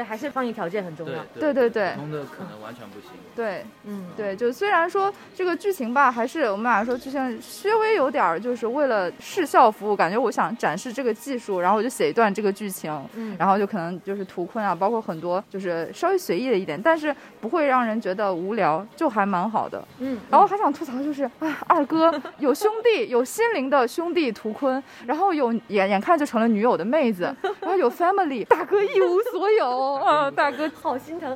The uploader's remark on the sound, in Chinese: 我们上海分部也是第一时间抢到了IMAX激光厅的首映零点场。决定做一期“声音vlog”，记录一下我们以及其他的影迷现场观影的即时感受。现场观众的映前采访。